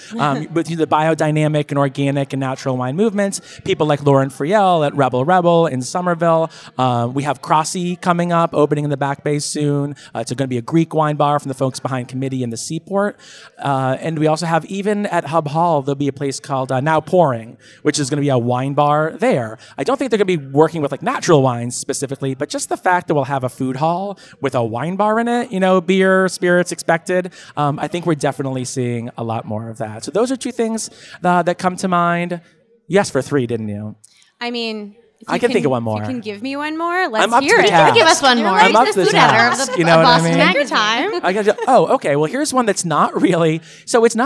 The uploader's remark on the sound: We are coming to you live from Boston Magazine's Taste 2019 , the annual event. We are coming to you live from Boston Magazine's Taste 2019 , the annual event celebrating this year’s Top 50 restaurant list, featuring dishes from some of Boston’s best chefs!